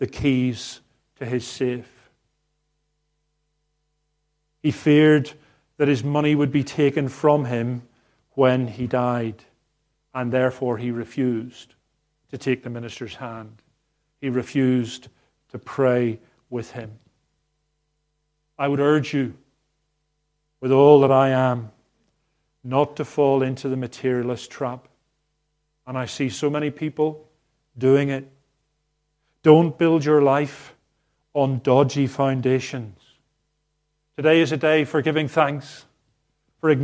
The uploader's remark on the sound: Harvest 2022 service recorded on the morning of the 25/09/2022.